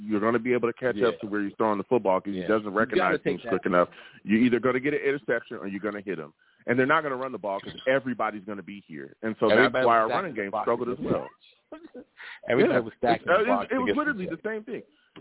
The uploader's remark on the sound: I take live callers!